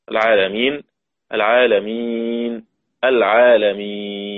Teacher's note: الشاهد الشاهد الشاهد أن كلمة العالمين الوقف عليها بثلاثة أوجه، قصر وتوسط وإشباع، كل واحد منها مع السكون المحض. العالمين العالمين العالمين.